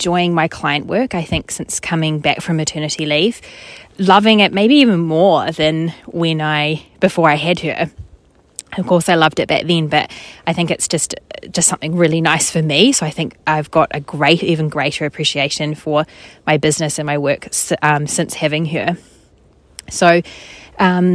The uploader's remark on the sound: More nature sounds, probably. “just record it in the forest!” (a place I love to go walking).